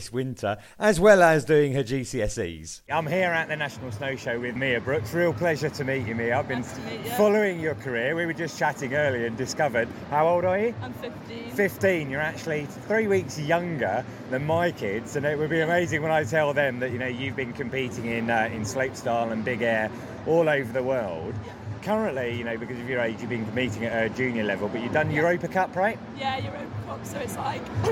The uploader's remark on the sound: This special episode of The Ski Podcast was recorded at The National Snow Show 2022, which took place at the Birmingham NEC this weekend.